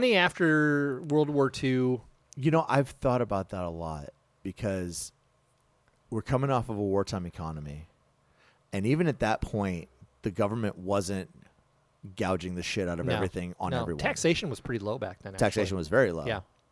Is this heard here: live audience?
no